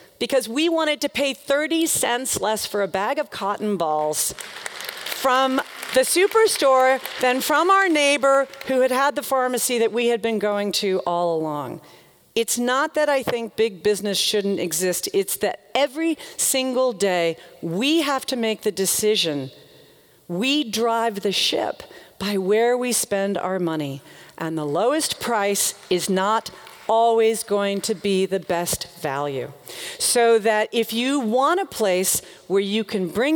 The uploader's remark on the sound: The talk in this episode is from her appearance at Portland Arts & Lectures in 2013.